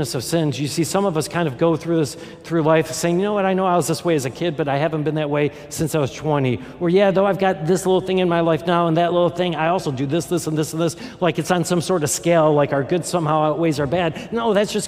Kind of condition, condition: setting, live audience